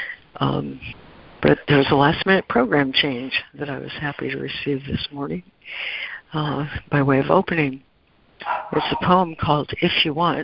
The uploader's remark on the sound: ACIM Daily Conference Call